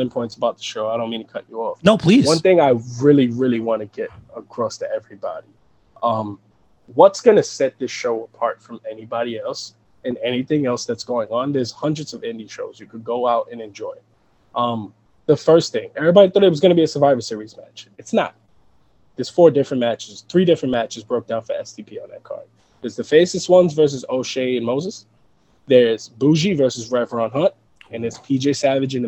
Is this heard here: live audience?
no